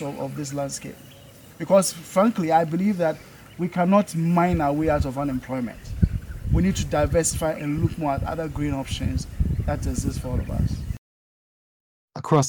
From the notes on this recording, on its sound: Recordings of interviews captured during a May 2023 field trip to Ghana.